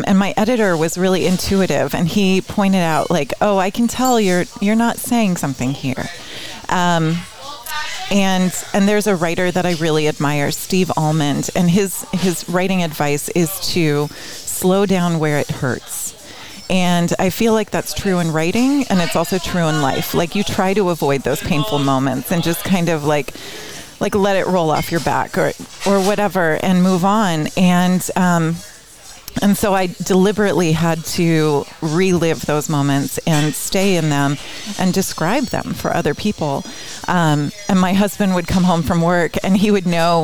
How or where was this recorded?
busy venue